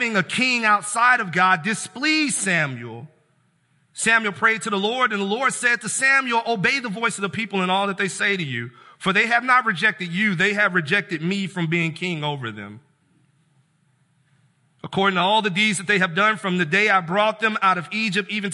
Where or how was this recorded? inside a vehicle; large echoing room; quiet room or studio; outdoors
large echoing room